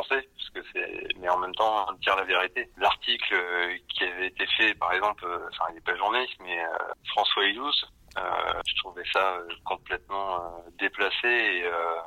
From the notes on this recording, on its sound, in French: joints par téléphone